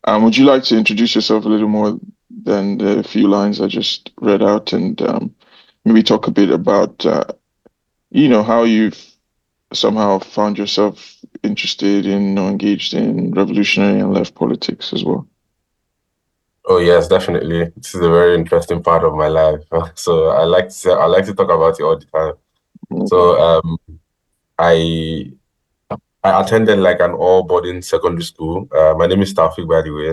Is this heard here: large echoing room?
no